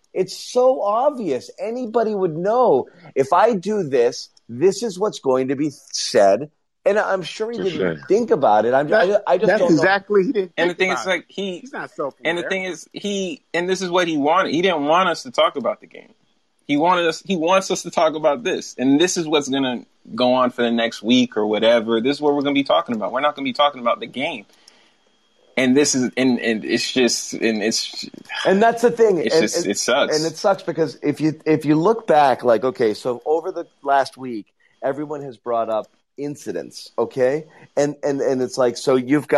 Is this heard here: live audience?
no